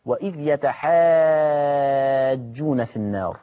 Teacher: لاحظوا أن الألف عليها الموجة والجيم جت مشددة، فعشان كده مدينا ست حركات